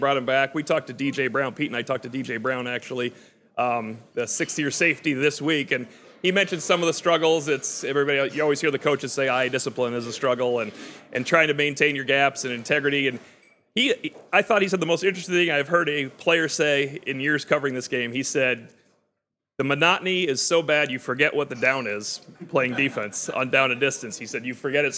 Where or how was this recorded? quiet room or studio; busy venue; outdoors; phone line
busy venue